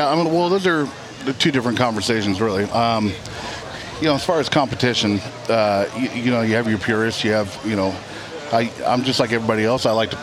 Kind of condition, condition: setting, busy venue